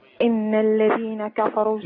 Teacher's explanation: نون عندي مشددة نمسك عليها شوية